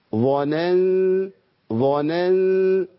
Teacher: أخلص النون الضعيفة من الظاء التخينة القوية